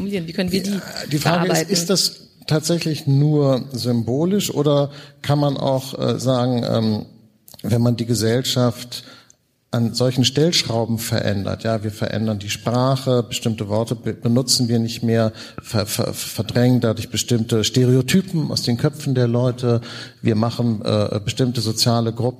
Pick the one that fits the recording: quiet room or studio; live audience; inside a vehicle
live audience